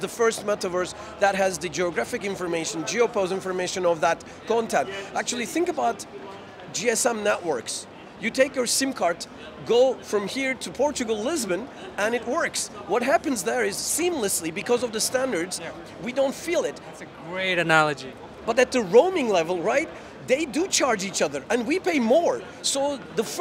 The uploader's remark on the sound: Live from GITEX in Dubai